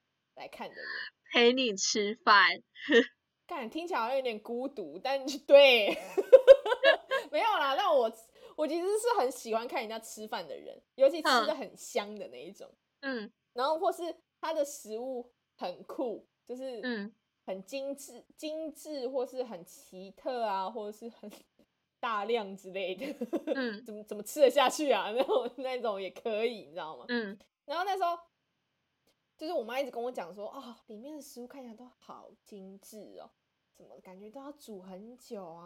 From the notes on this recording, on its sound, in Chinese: 笑聲猖狂請小心音量。超多去不掉的雜音。採用遠距錄音。努力改善音質問題中。